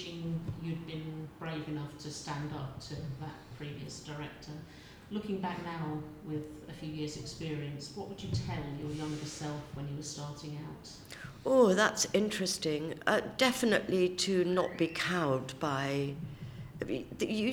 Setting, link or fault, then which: setting, busy venue